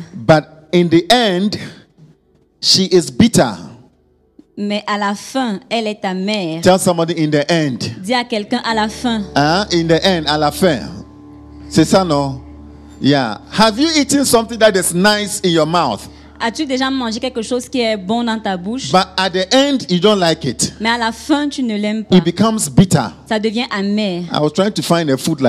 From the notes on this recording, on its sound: Preached during Joyful Hour Sunday Service